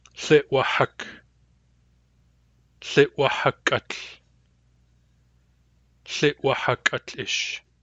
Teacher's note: it has both a hard W and a back H